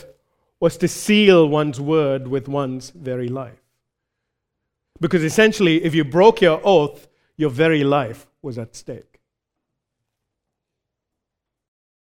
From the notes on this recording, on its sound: recorded live at Grace Community Bible Church